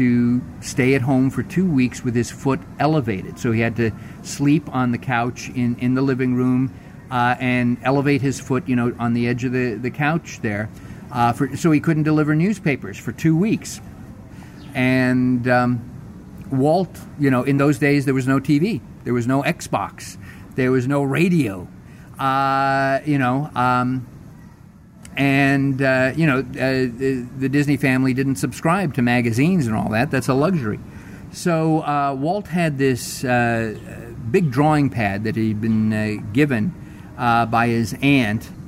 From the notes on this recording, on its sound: We're going to go live into the parks and seek out a little bit of Christmas now. We'll stop in to It's a Wonderful Shop at Disney's Hollywood Studios.